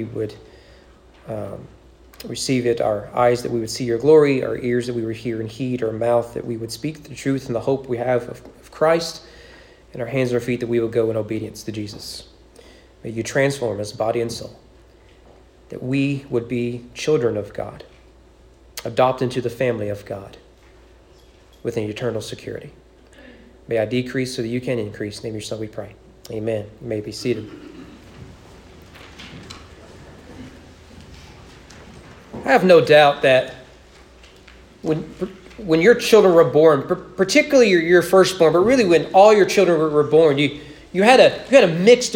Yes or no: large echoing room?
yes